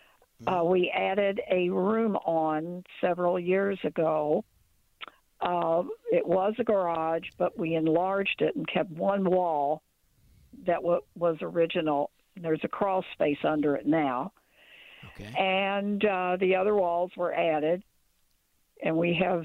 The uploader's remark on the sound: More Phone Calls